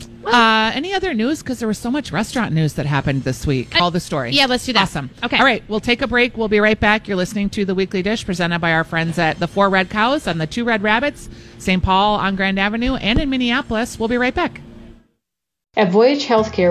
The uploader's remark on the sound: Live Broadcasting at EL Burrito!